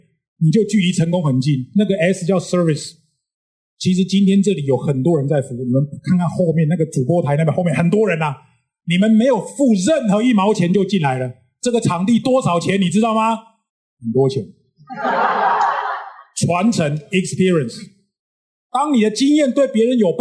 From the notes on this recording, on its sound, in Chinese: 本集內容取自天下文化主辦的2023世界閱讀日「在閱讀路上 與成功有約」講座現場錄音